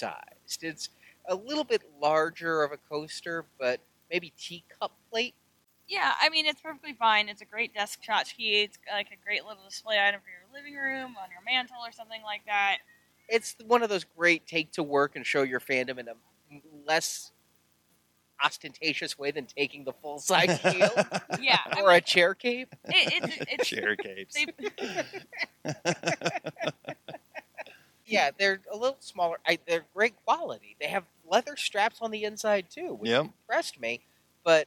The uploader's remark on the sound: Marvel Collecting at San Diego Comic-Con 2016. Recorded live on the floor, plus around the convention.